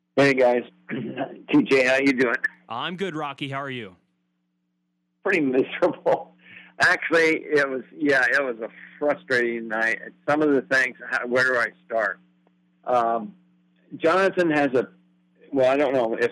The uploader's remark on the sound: Colorado Postgame Call-In Show